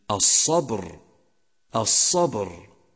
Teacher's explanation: جاء حرف الباء ساكنا في وسط الكلمة ثم جاء بعده حرف الراء، فلا بد هنا من توضيح قلقلة حرف الباء وهي قلقلة صغرى لأنها جاءت في وسط الكلمة